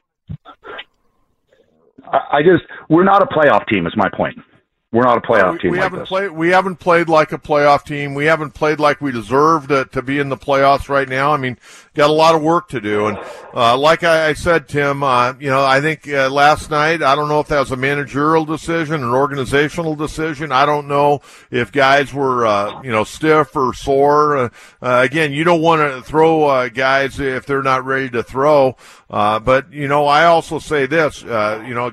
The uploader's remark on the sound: Takes phone calls from upset Padres fans.